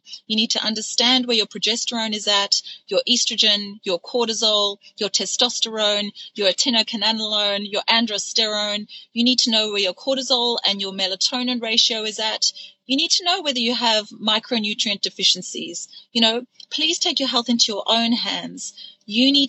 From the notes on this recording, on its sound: This episode was recorded in the spur of the moment, as I'm driving home from dropping my son to his cricket match.